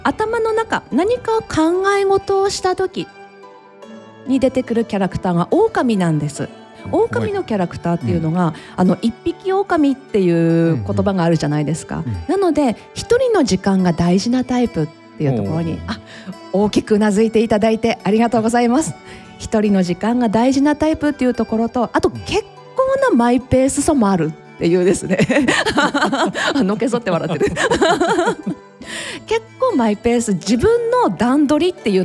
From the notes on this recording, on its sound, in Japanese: 今回は北欧の杜公園で開催されたフローラルフェスタから公開収録にてお送りいたします。